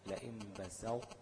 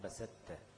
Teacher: بسط بالاطباق بتاع الطاء وبعدين تنزل بتاء · Shown in: first take · بسطت. ما ينفعش اقول بسطت بادغام كامل.